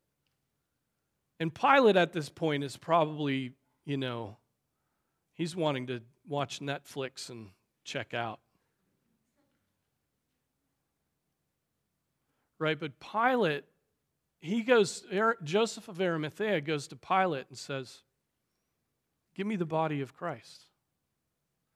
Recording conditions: large echoing room